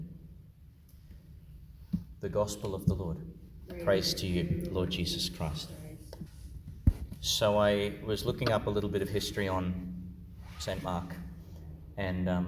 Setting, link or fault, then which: setting, large echoing room